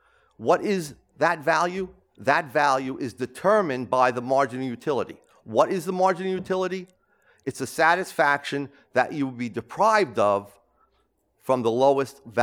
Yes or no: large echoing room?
yes